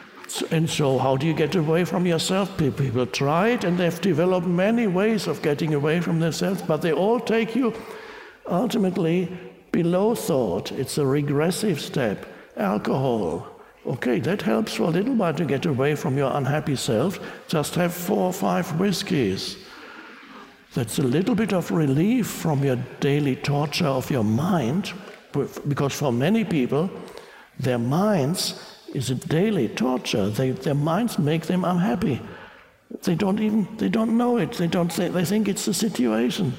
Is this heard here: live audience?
yes